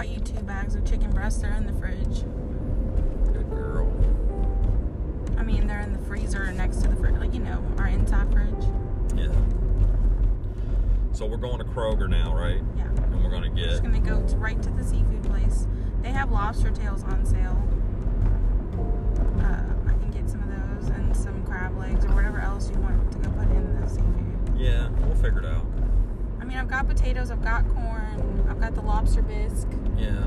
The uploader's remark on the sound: In the car